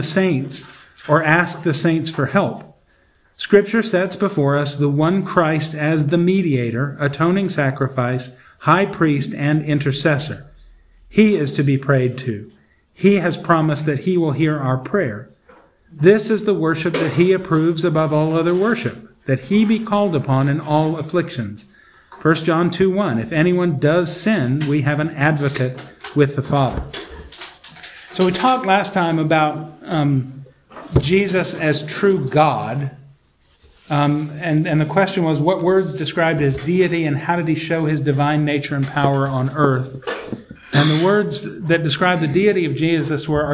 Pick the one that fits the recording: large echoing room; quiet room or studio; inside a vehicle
large echoing room